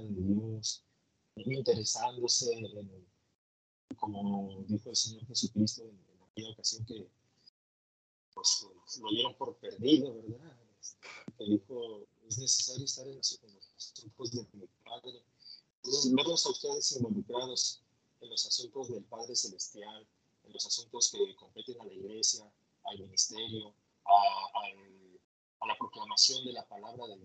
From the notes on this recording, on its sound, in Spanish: Una disculpa, hacia el final de este episodio la calidad del audio se ve un poco mermada.